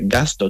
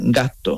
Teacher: La S la quita y alargas la T. · Shown in: second take